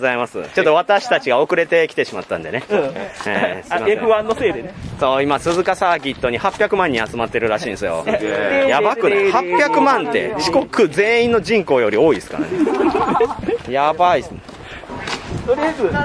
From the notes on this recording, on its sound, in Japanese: いい旅ボド気分 in 伊勢。一部、屋外での収録のため、騒音雑音が入っております。